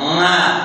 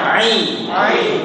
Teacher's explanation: Kalau Ma ada dengungnya. · Shown in: first take